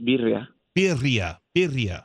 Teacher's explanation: You gotta roll the R